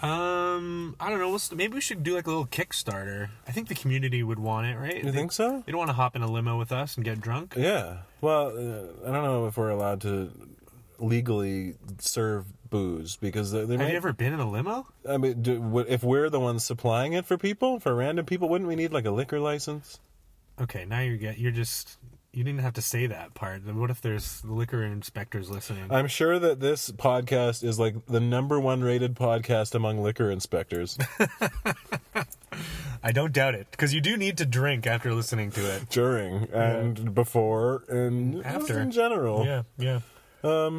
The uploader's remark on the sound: Recorded in the parking lot of the Pique Newsmagazine office in Function Junction (those car acoustics really come through in a pinch). Into our temporary mobile studio.